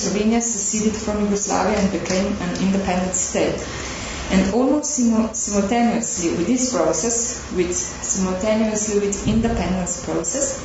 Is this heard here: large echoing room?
yes